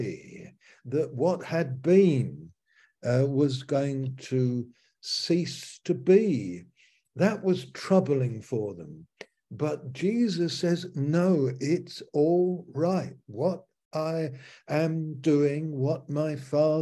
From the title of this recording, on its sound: Malaysia Meets (Zoom)